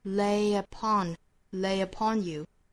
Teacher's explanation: 后面这个 lay 和 upon 连读也是加耶的